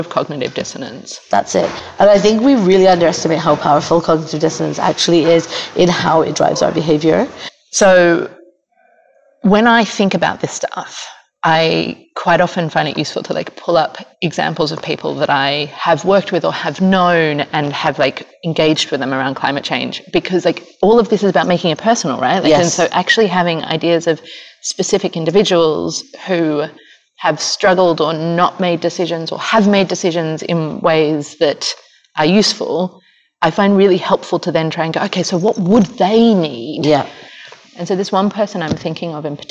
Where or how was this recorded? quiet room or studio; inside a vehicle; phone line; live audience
live audience